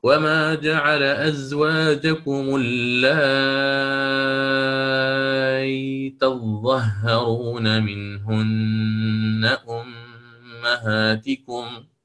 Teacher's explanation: وهو وجه إبدال الهمزة ياء ساكنة. وعندما يبدلها ياء ساكنة سيعاملها معاملة المد اللازم الكلم المخفف، وكأنه يقرأ للإمام من قالون، كأنه يقرأ محياي ومماتي لله رب العالمين في سورة الأنعام نفسها، فسيشبع المد فيقرأ وما جعل أزواجكم اللائي تظهرون منهن أمهاتكم.